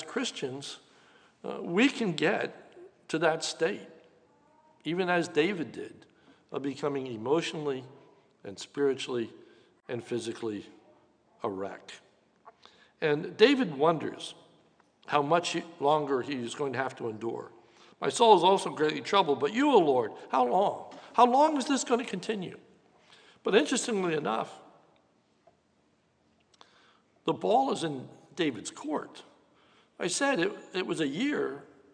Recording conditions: live audience